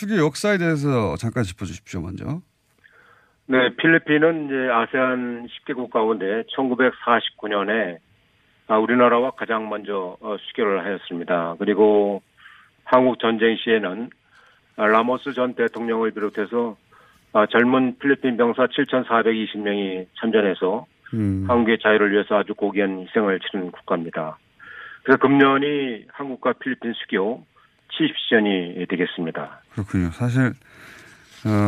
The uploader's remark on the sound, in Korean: 전화연결